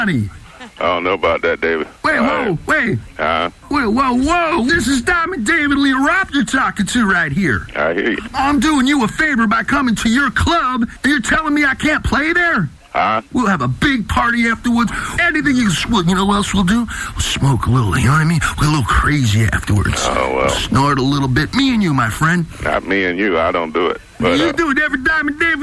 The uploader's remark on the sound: RBCP's Personal Prank Phone Calls Collection: 85 Crank Calls